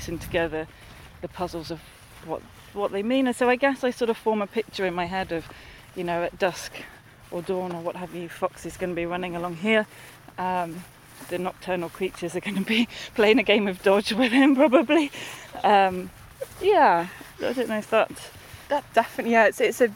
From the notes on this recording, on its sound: at the Timber Festival in the National Forest in Leicestershire